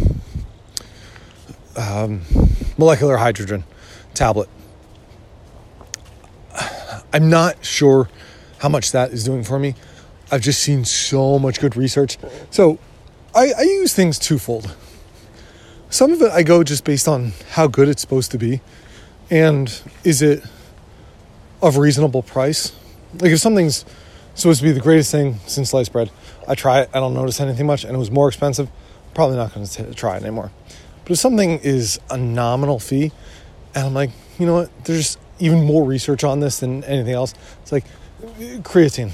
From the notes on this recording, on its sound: I try to get out in the woods a few times a week and some of them I plan to couple with a recording.